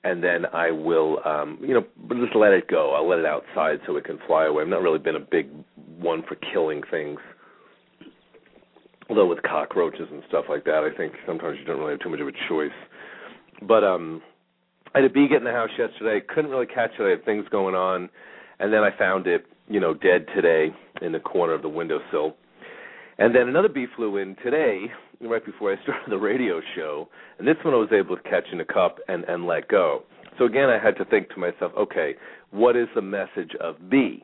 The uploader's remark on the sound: Callers may call in 15-20 minutes into the live show with questions or comments and 5 minute mini navigational consultations.. We will open up the phone lines early today for questions.